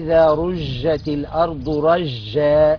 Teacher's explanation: ليه؟ لأنه هو كأنه عمل للجيم تفشي، كأن حرف الجيم هنا لم يخرج من مخرجه الصحيح